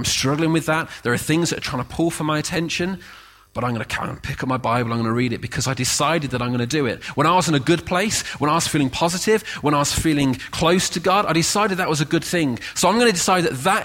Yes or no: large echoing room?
yes